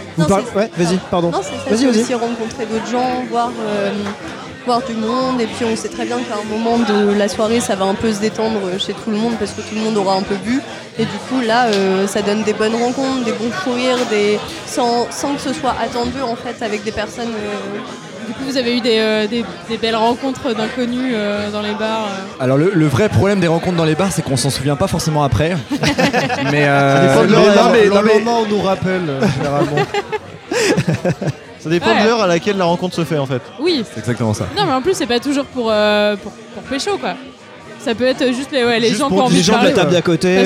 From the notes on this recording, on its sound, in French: épisode enregistré au Sully (Paris 10e)